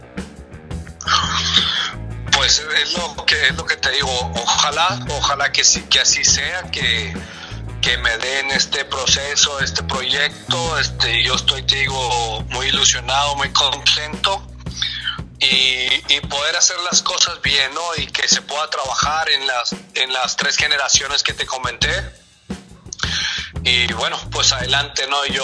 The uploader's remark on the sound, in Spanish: El día de hoy te traemos la entrevista telefónica que tuvimos